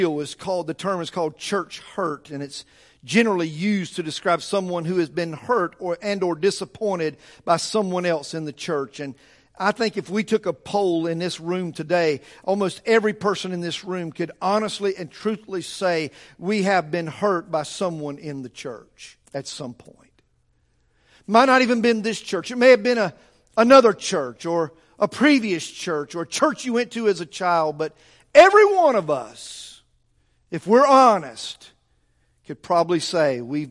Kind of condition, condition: setting, large echoing room